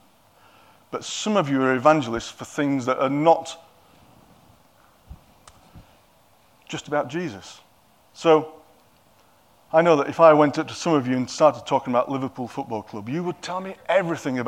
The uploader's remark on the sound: At King's Church, Cockermouth, as an audio file.